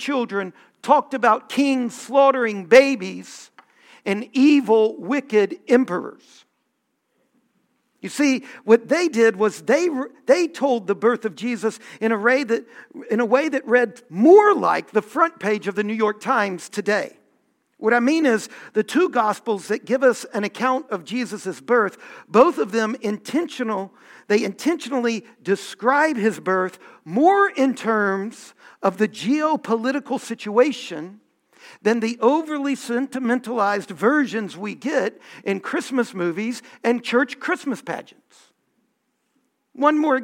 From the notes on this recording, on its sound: Homily from our Festival of Lessons and Carols